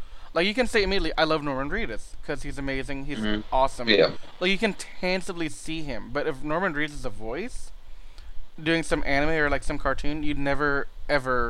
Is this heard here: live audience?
no